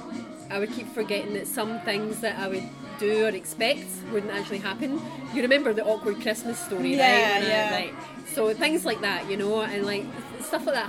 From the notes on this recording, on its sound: We recorded this episode on 17 February 2024, at Paradis du Fruit. We recorded this episode on 17 February 2024, at Paradis du Fruit.